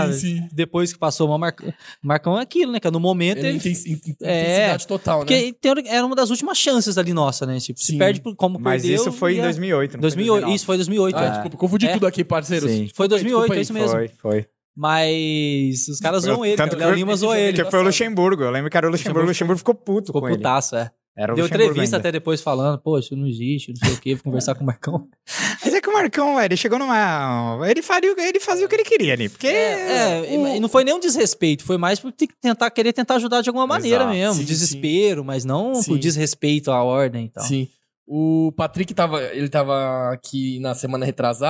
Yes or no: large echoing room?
no